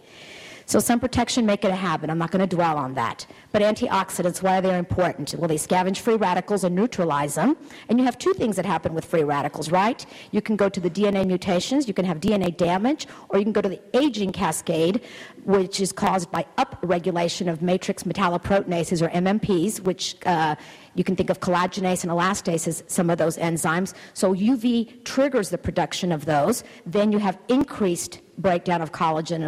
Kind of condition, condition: setting, busy venue